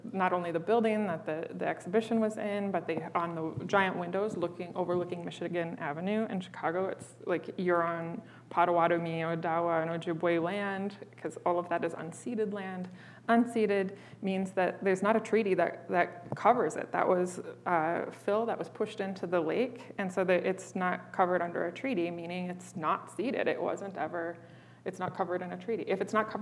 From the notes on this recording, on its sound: This very special episode of Broken Boxes Podcast marked our first ever conversation in front of a live studio audience. As part of the University of Michigan Museum of Art’s Memory & Monuments program. We would like to especially thank the students of the Native American Student Association at the University of Michigan, who welcomed Broken Boxes and the artists and helped make this live audience recording a wonderful experience.